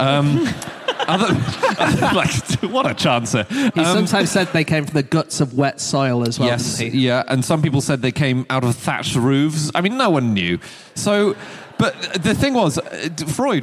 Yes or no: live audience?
yes